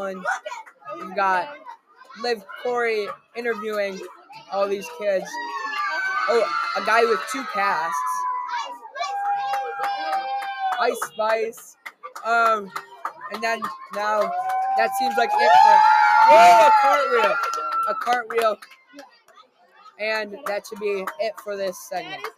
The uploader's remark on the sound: live at the Norup Thanksgiving Parade